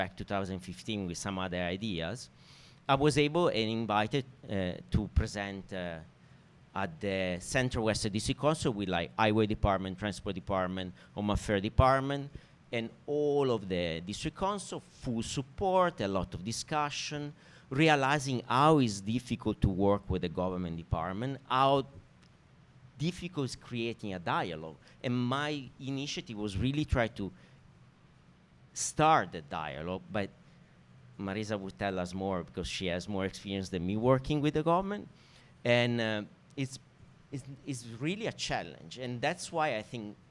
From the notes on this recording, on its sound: Recorded before a live audience at the Lasvit Lounge in Hong Kong.